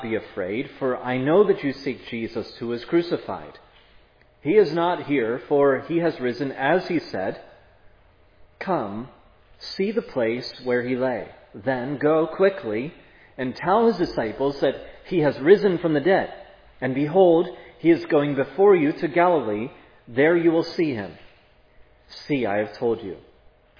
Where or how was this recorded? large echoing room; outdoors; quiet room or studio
large echoing room